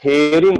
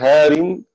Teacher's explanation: يميل هير وقرأ حفص بفتحها هار